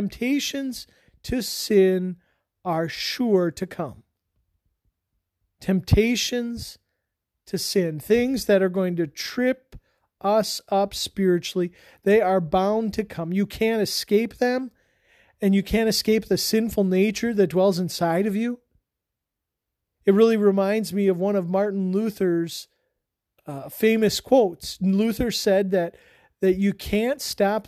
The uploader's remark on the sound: This sermon was preached on October 20 at Mt Calvary Lutheran Church.